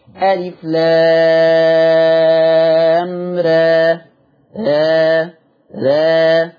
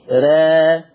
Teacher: الف لام را، ده هيقللها ورش · Term: التقليل